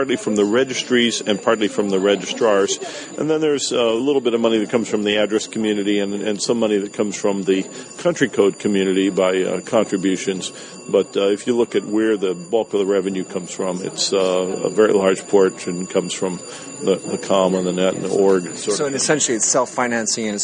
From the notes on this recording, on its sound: This interview was made while at the Netexplorateur Forum 2011